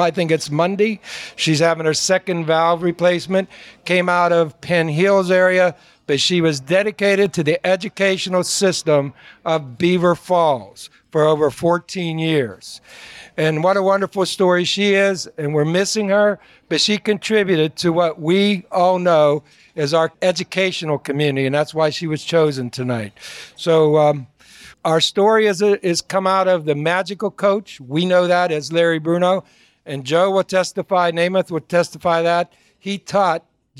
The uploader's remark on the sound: Circle of Achievement Celebration. This episode was recorded July 27, 2018 at Shadow Lakes Country Club, Aliquippa, Pennsylvania.